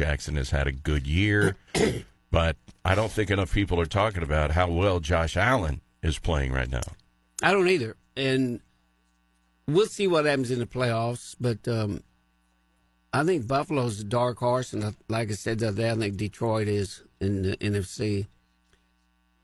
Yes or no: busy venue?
no